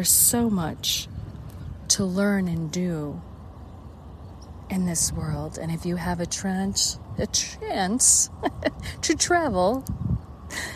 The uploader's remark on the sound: At Rock and Roll Hall of fame aka Rock Hall, Cleveland, Ohio, USA. This is a special on location Walk and Talk of our Mindfulness Summer Tour 2022.